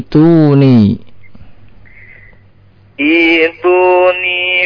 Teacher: Ittifaq para ulama qiraah hamzahnya diganti dengan ya sukun ya.